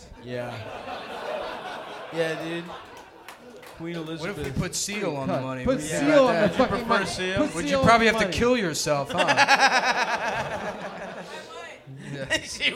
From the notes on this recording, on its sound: Early Vancouver Live Show (Live Show)